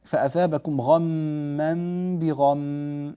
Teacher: لاحظوا أننا وقفنا على كلمة بغم وأتينا فيها بالغنة عندما وقفنا عليها